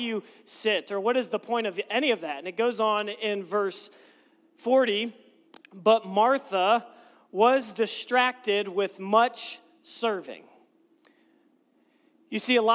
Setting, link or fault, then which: setting, large echoing room